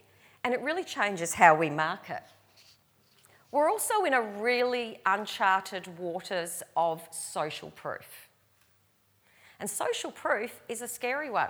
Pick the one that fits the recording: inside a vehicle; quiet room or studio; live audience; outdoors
live audience